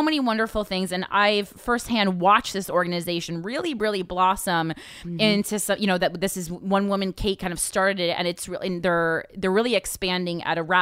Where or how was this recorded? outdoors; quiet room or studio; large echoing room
quiet room or studio